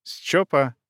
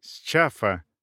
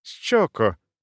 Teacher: мягкой «с» — «чи», то есть глухой постальвеолярной аффрикатой, которая в фонетическом алфавите транскрибируется специальным символом.